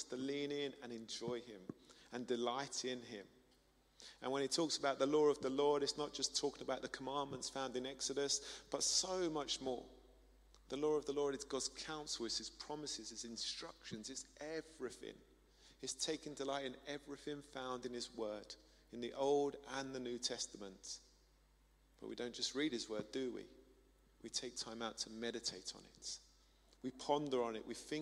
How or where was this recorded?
large echoing room